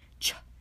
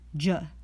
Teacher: The two affricates are both cognates of each other, ch and j, one voiceless, the other voiced.